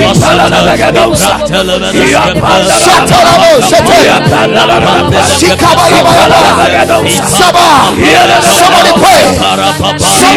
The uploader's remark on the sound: Preached at the Ekklesia Chapel